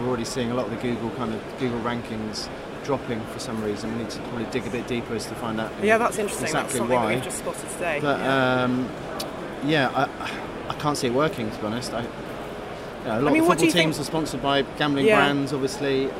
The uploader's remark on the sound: Recorded during iGB Live! In Amsterdam last week.